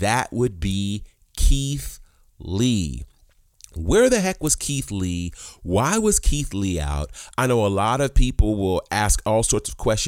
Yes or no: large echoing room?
no